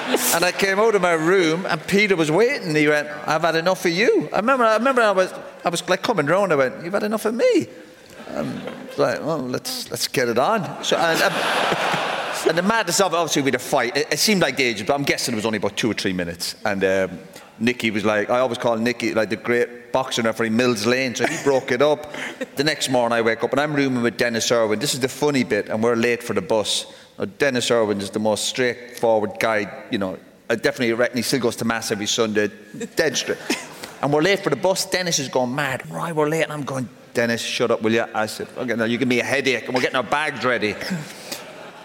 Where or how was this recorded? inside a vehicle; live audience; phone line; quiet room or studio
live audience